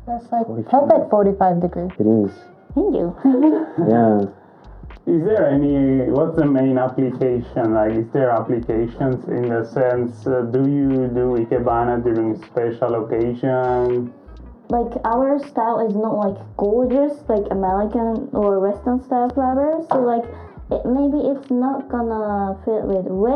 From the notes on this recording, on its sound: Sorry about the audio issues guys!!